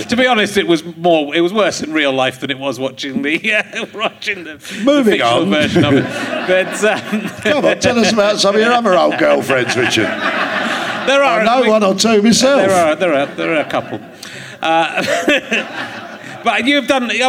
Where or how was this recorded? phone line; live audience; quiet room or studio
live audience